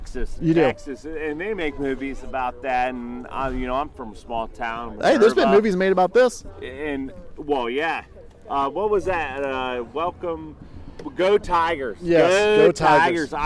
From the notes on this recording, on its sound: Massillon vs. McKinley Tailgate Show. We bring you all the sounds from the greatest High School Rivalry game.